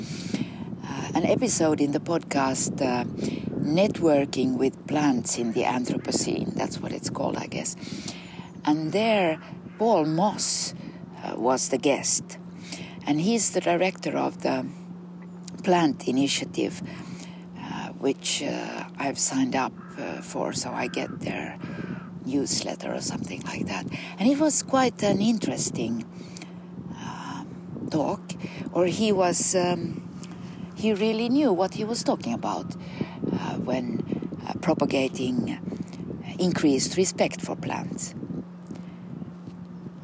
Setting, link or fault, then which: setting, outdoors